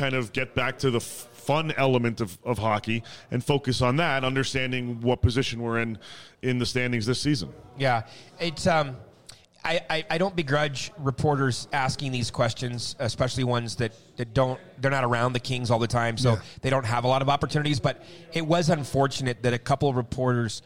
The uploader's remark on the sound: Kings Of The Podcast LIVE from Colorado Springs